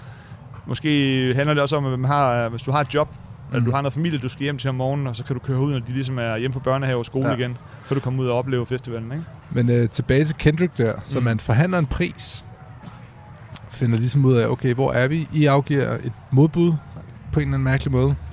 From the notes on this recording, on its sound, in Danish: 27 juni på Roskilde Festival